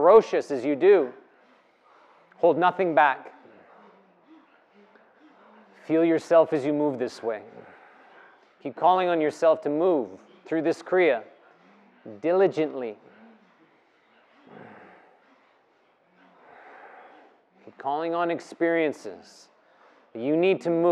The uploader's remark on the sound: The live practice took place before a yoga practice at Peace Retreat in Los Pargos, Costa Rica in February of 2022.